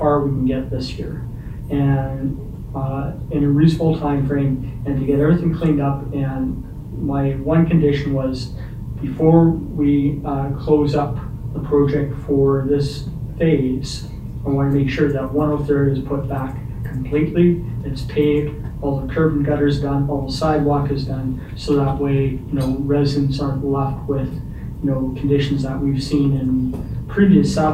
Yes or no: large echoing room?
yes